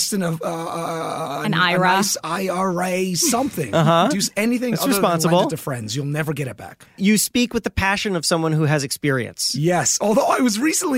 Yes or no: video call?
no